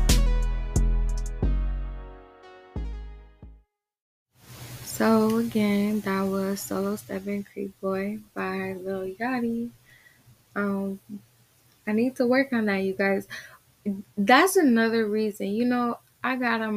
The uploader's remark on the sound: Not sure why my audio quality is a little quieter than normal!